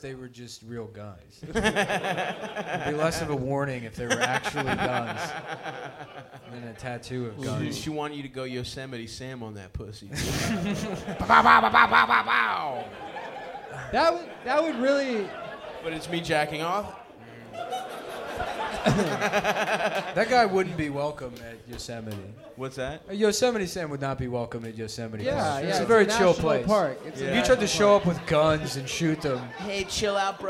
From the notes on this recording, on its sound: Early Vancouver Live Show (Live Show)